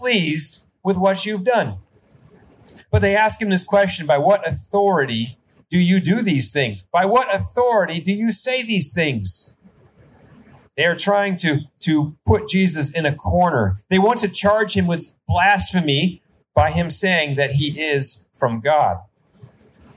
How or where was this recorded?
outdoors